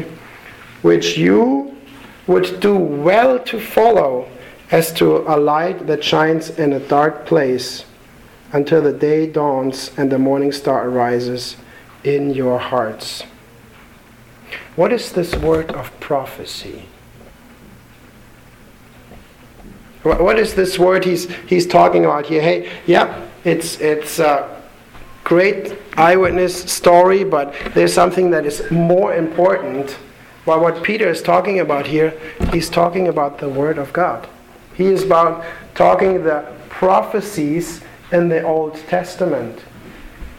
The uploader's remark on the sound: Sermon delivered to the Galena Bible Church